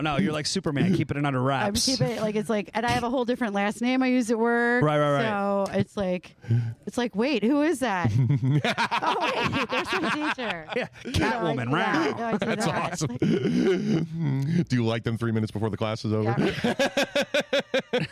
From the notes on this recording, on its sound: interview comics fresh off the stage from our monthly 7 for 7 comedy show!